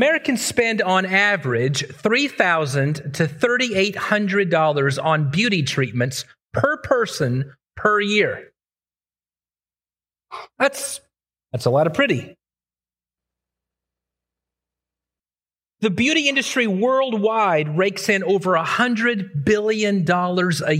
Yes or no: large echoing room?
yes